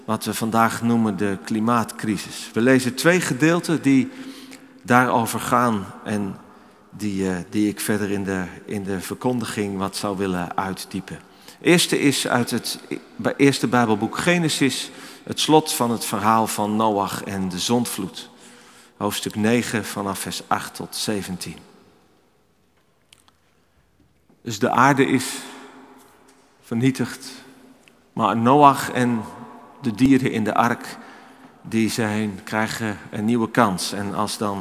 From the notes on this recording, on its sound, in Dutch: Opgenomen in de Noorderkerk te Amsterdam.